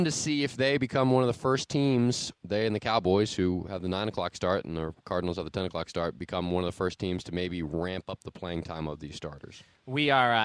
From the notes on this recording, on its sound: Live from Skins camp.